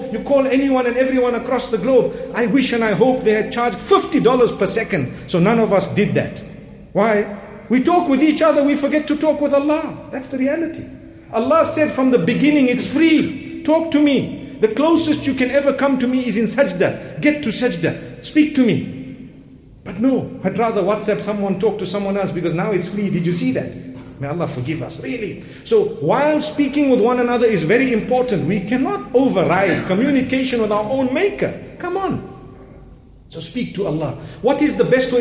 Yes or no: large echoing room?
yes